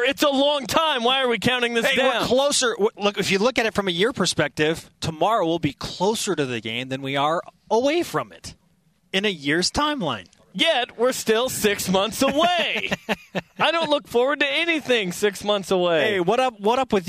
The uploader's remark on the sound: live from the Orleans Arena in Las Vegas where the West Coast Conference Championships begin today